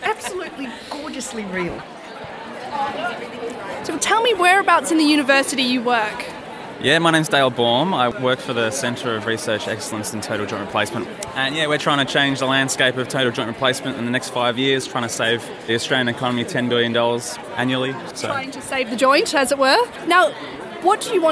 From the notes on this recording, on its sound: We gate-crashed the 2017 University of Melbourne professional Staff Conference. Snippets from conference speakers and participants.